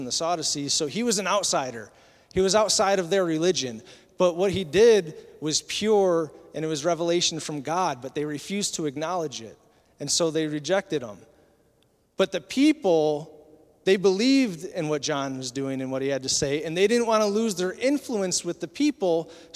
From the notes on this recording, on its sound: Recorded at Southtowns Christian Center April 2, 2023.